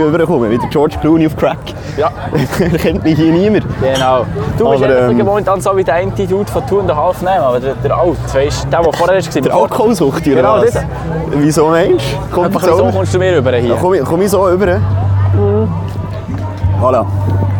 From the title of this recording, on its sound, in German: Live von der BEA Expo